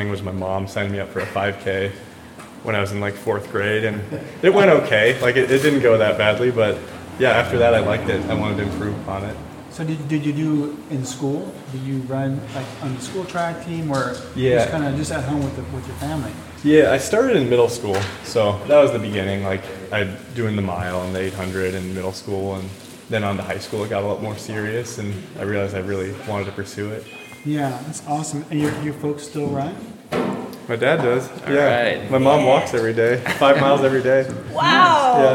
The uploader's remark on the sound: Live at the Auburn Aid Station. To have an in-person live podcast recording at the Auburn Aid Station store just two days before the Canyons Endurance Runs by UTMB race.